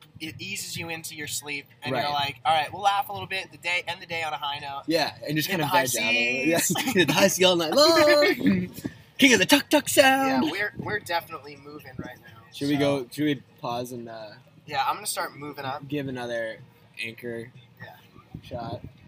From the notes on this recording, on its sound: Recorded on a boat.